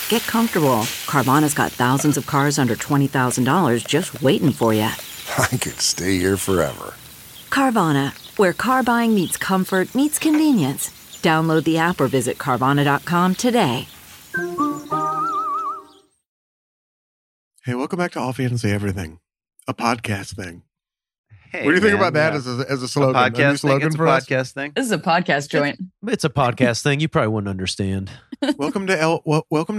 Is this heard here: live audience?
no